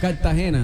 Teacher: Que la R no suene mucho.